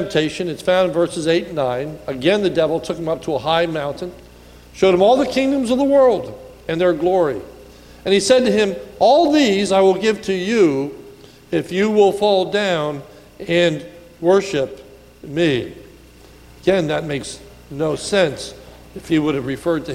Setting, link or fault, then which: setting, large echoing room